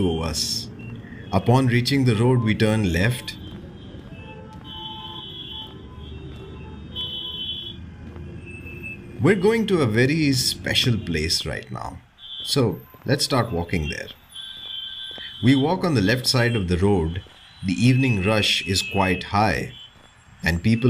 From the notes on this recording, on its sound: With the help of ambient sounds and noises from the actual places, we will bevisiting the areas, the buildings & the food joints which make Mumbai. This sound journey through the roads, streets, bylanes of South Mumbai. You and I will visit some prominent buildings, landmarks and food joints with actual ambient sounds and noises.